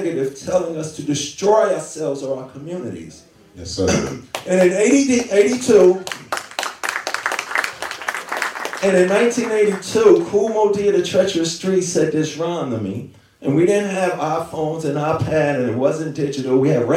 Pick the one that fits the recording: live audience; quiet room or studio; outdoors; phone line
live audience